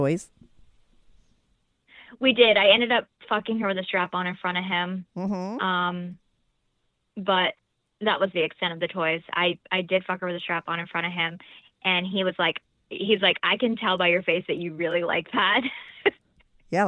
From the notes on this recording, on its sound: called in to talk all about it